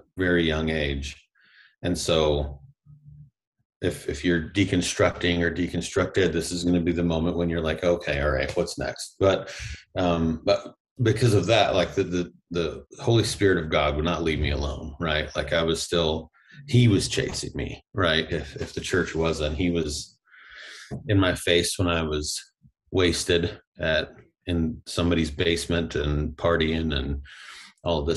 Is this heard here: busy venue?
no